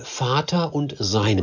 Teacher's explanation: eine ganz eindeutige Doppelsenkung, so nennt man das, wenn zwei Silben nacheinander unbetont auftauchen